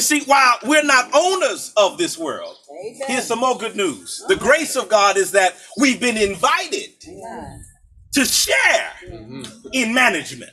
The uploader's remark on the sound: For our worship during Earth Week we joined Valley View Presbyterian Church to celebrate the installation of their solar panels in a large outdoor gathering.